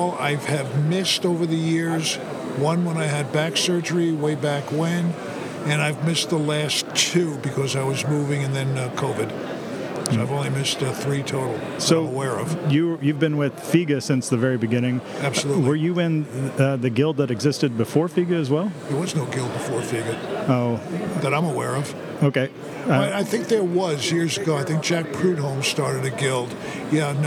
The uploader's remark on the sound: This is an informal conversation. Recorded live at the 2023 FEGA convention at the Westgate Hotel in Las Vegas, Nevada.